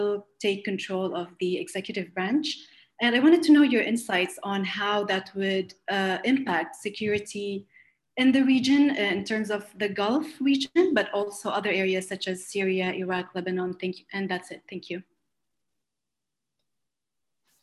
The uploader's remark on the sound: This public talk was conducted online via Zoom